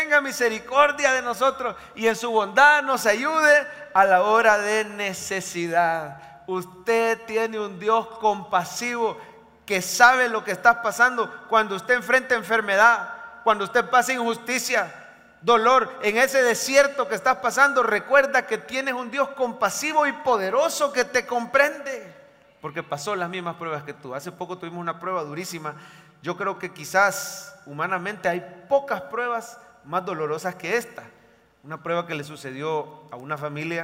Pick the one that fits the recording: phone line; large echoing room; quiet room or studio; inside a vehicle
large echoing room